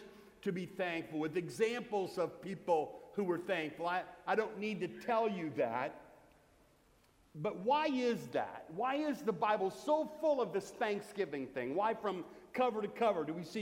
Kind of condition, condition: setting, large echoing room